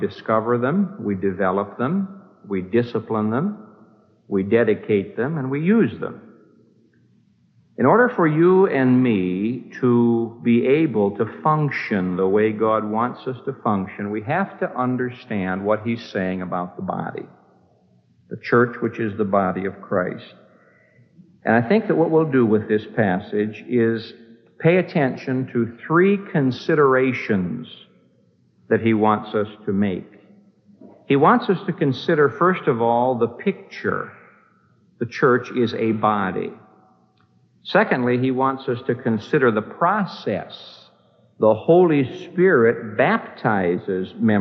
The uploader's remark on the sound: This message was preached on May 4, 1975, at the Moody Church in Chicago, IL